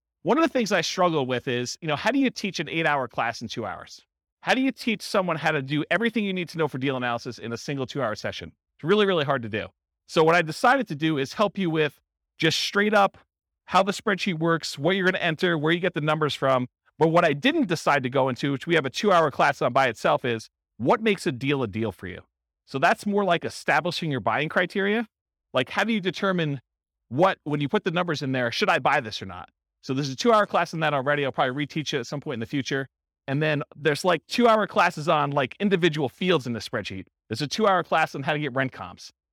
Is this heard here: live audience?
yes